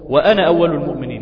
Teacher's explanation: يفتح فقط النون فتحا في حالة الوصل، وفي حالة الوقف يثبت الألف في أنا في كل القرآن الكريم.